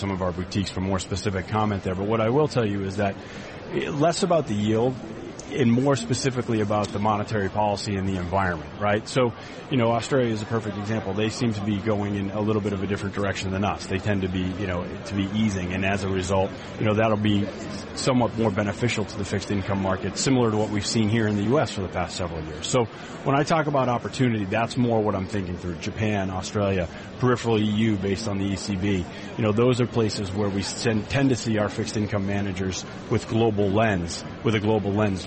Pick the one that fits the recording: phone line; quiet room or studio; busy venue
busy venue